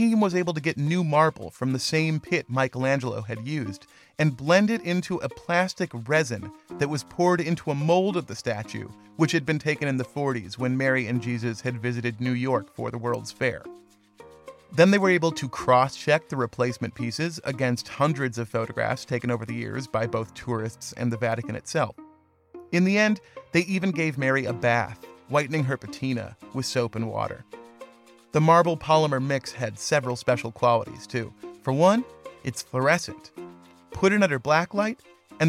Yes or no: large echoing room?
no